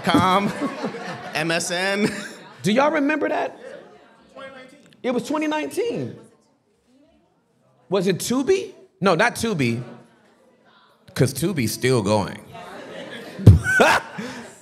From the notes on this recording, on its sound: The Basement LIVE in NEW YORK CITY.